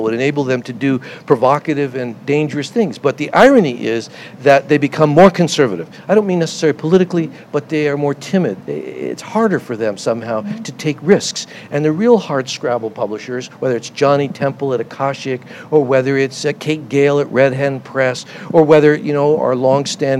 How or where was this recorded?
busy venue